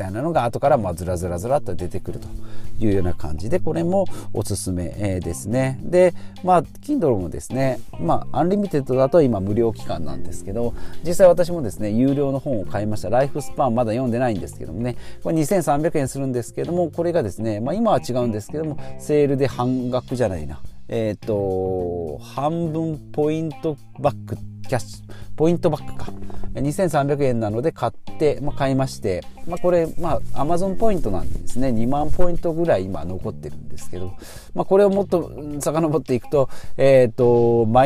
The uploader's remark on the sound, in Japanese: 極寒の車内での収録。